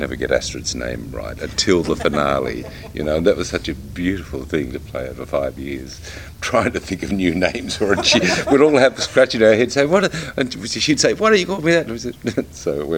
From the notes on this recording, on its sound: recorded at this year's MCM London Comic Con